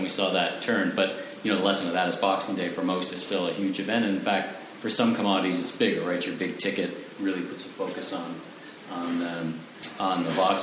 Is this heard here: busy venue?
yes